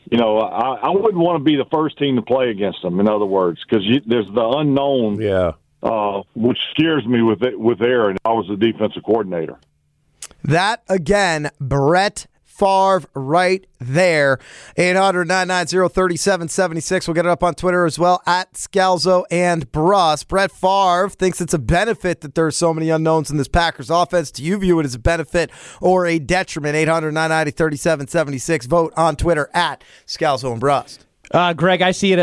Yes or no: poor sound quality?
no